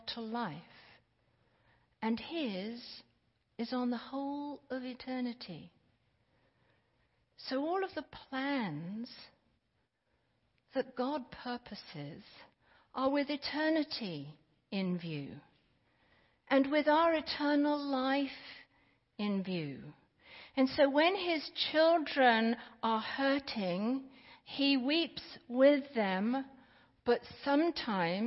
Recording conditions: large echoing room